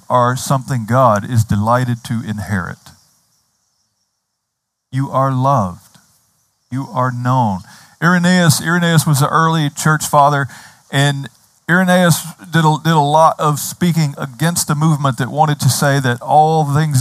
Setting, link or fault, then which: setting, outdoors